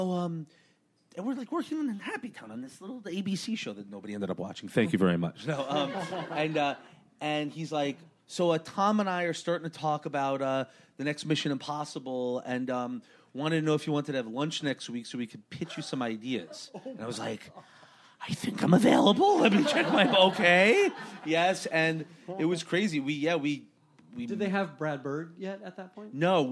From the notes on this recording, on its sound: Recorded June 5, 2015 at ATX Television Festival.